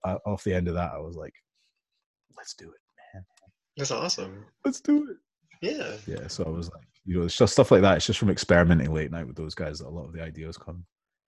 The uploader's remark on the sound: I honestly didn't wanna hop off the zoom call with him.